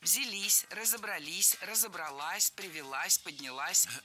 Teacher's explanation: Ударение падает на последний слог, поближе к части «с».